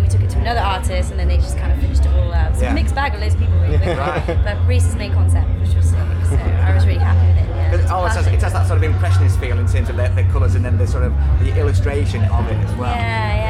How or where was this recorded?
busy venue